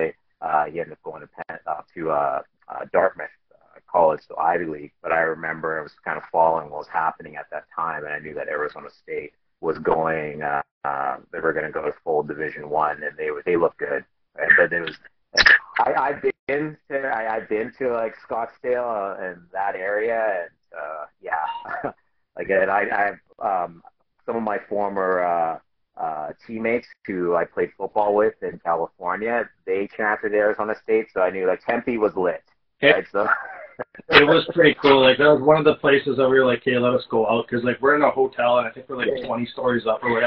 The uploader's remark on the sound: Apologies for the not so stellar audio.